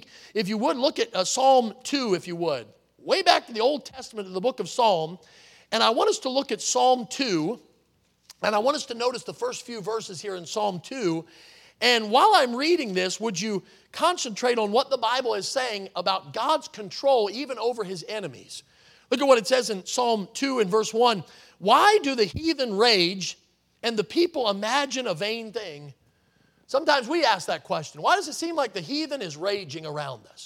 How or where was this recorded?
large echoing room